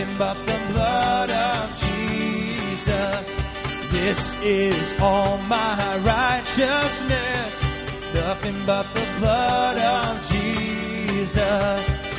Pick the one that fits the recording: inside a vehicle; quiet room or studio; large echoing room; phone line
large echoing room